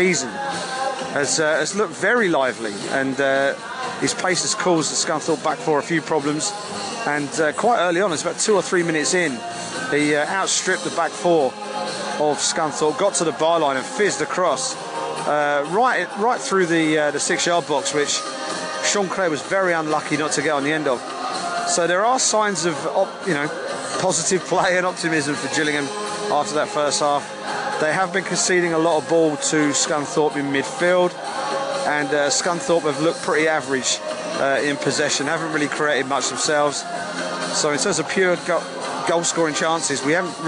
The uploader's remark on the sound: Block C. Matchday podcast recorded from the stands at the goalless draw between Gillingham and Scunthorpe United.